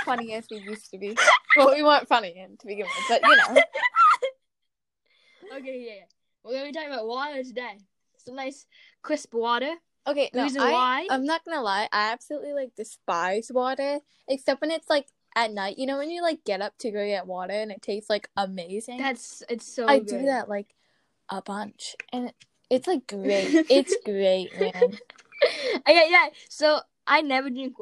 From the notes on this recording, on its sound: The audio got a little messed up